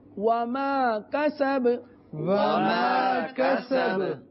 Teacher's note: یہ قلقلہ ساکن قلقلہ تھا یعنی یہاں آواز لوٹتی ہوئی آئے گی